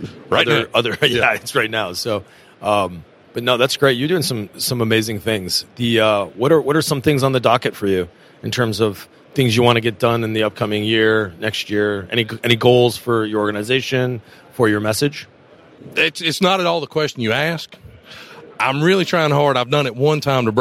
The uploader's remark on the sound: we are at the #Trees & #Utilities #2023 Conference